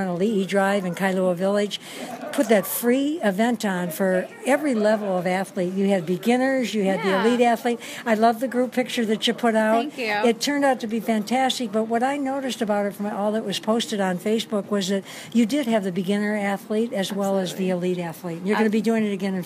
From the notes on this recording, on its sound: Kona Beach & Sports, Kailua Village Big Island of Hawaii. Walk and talk while in the store. In the Kona Inn Shopping Village (on Ali Drive oceanside in Kailua Village).